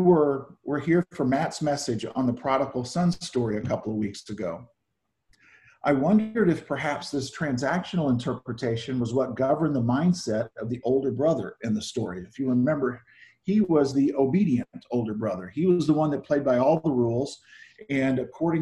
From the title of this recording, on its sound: Zoom Sunday 7-5-20 (Audio)